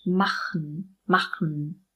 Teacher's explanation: Bei diesem Wort reduzieren wir den Schwa-Laut.